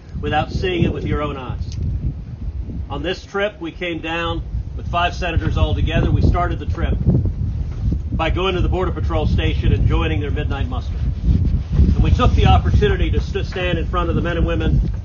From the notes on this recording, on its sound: MISSION, Texas - Four Republican senators held a press conference at Anzalduas Park in Mission last week. With the Rio Grande and Mexico as a backdrop.